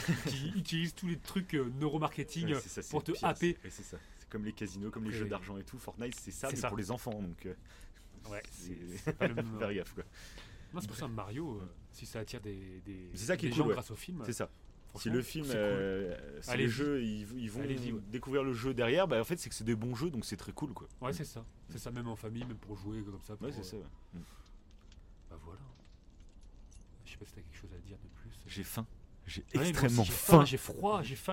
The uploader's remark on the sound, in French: On enregistre dans un refuge en pleine montagne. Cet enregistrement est dans un refuge au coeur de la montagne.